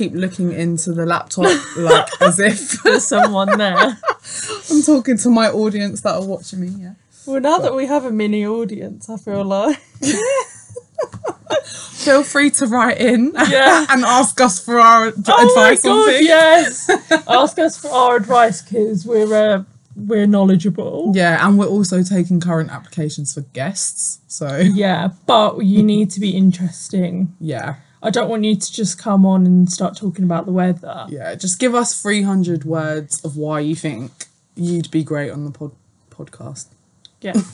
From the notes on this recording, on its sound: Our voices shifted some octaves due to audio issues but rest assured it's still us and not imposter men!!